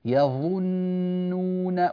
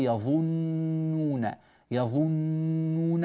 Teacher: فنضم الشفتين، لو الصورة تكون على شفتي فقط، بارك الله فيكم، نضم الشفتين في حرف الظاء، بعد ذلك نعود بالشفتين، نعود بالشفتين إلى الخلف لنطق حرف النون · Shown in: first take